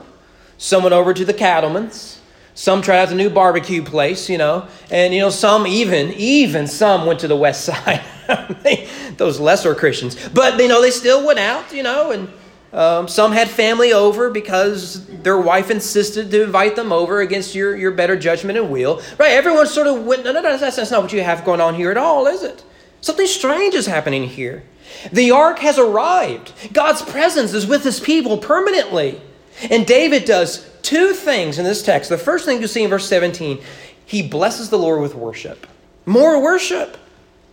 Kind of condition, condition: setting, large echoing room